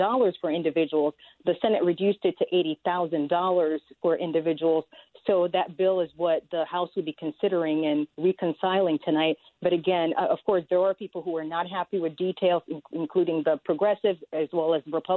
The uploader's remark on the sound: Listeners call in to talk about their opinion on the new package.